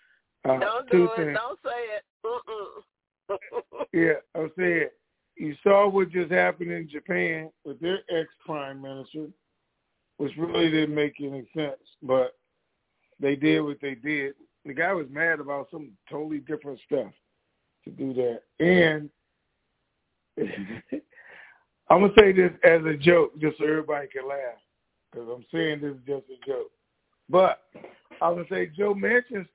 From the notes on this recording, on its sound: TNTSuperfantastic Conference Call